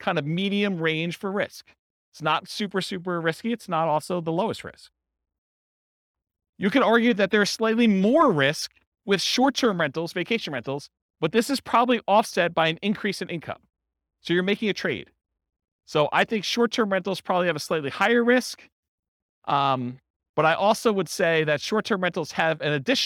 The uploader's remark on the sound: This was a live class recorded